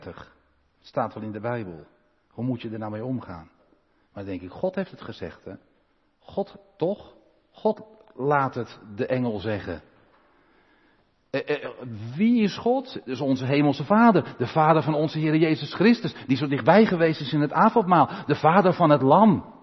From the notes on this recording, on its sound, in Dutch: De preek is op 19 juni opgenomen in de Maranathakerk te Groningen